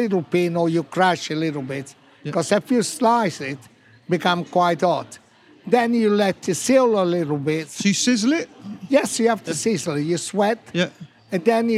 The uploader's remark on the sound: Recorded at the BBC Good Food Show.